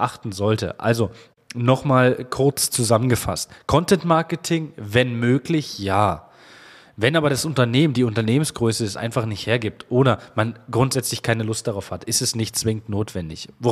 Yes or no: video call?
no